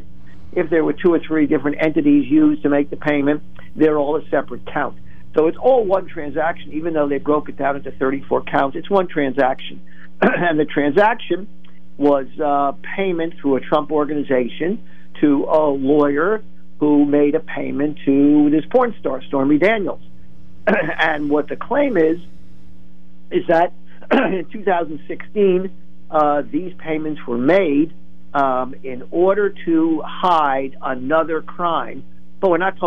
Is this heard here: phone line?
yes